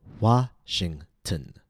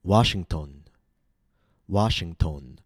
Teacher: Notice how the letter O was reduced to schwa · Shown in: first take · tn. A common mistake is Washington.